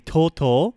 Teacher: You don't have diphthongs, but there is that long O sound